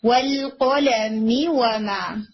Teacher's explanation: اور وما میم لمبا ہو جائے گا کیونکہ اس کے بعد الف آ رہا ہے، الف سے پہلے میم کے اوپر فتحہ ہے جس کی وجہ سے آپ وما کو تھوڑا کھینچ کے پڑھتے ہیں.